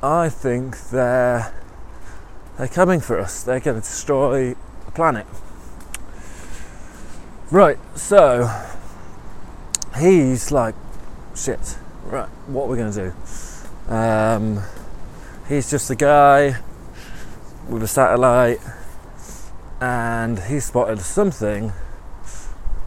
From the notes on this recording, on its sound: Every week for a year, I am going to head out on a walk, and I'll record the nonsense from that walk. The whole walk, the ambience, the thinking, the overthinking, the distractions, the tangents, the burps, will all be in there.